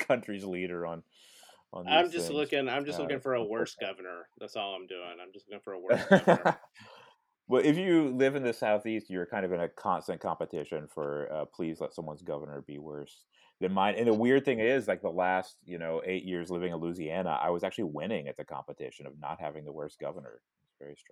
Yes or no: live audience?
no